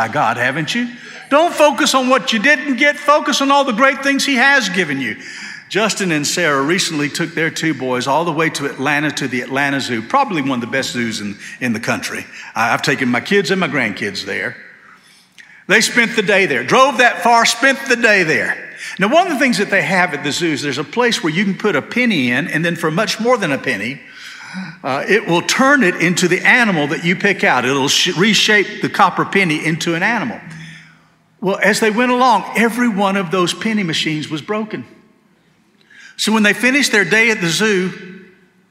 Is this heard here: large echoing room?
yes